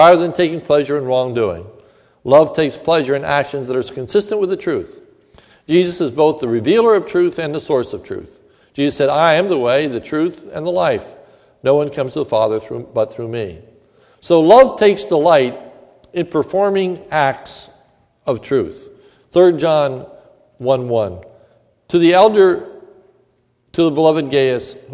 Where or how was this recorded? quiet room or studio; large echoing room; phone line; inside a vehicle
large echoing room